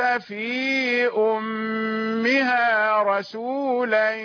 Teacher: في أمها أمره إلى، وما كان ربك مهلك القرى حتى يبعث في أمها رسولا يتلو عليهم آياتنا. في أمها، الياء جاءت حرف مد يمد الكسرة التي قبلها، ثم جاءت الهمزة أمها في الكلمة التي تليها، فكان المد في كلمة والهمز في كلمة، فهو مد منفصل.